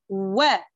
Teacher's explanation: شوفي فتحة الواو أول شيء شو عملت أنا عملت استدارة الشفتين